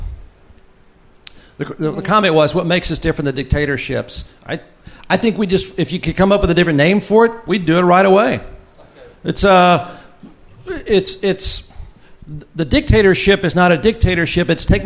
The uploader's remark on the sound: Audience Q&A (With Wine, Of Course). Live from Pedernales Station. Live event.